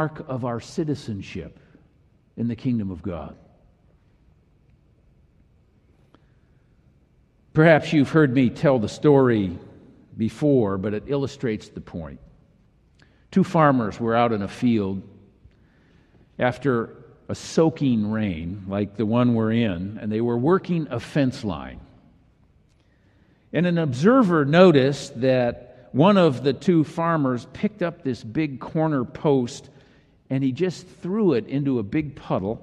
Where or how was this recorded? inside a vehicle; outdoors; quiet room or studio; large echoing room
large echoing room